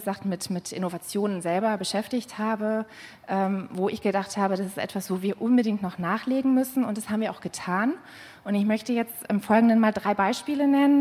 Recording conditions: busy venue